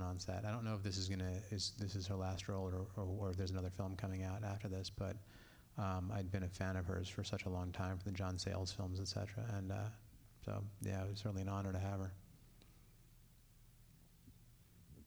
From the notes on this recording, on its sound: A press conference featuring actors